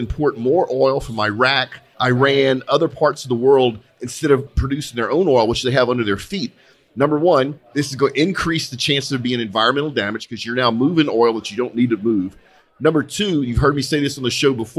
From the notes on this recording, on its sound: Live from the 12 th Annual Christmas Party Customer Appreciation Gumbo Gathering at R4 Specialites. Live from the 12 th Annual Christmas Party Customer Appreciation Gumbo Gathering at R4 Specialites.